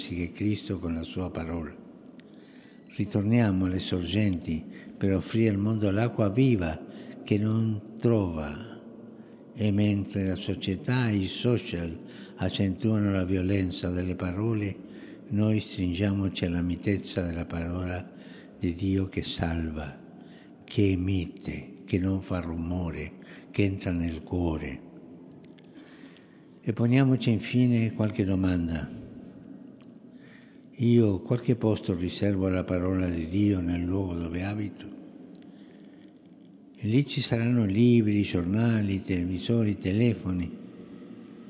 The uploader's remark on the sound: FROM SAINT PETER'S BASILICA, HOLY MASS